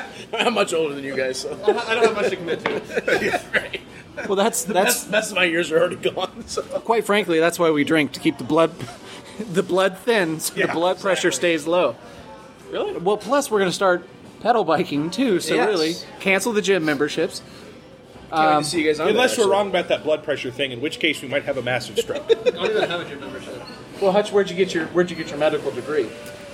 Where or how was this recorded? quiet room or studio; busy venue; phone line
busy venue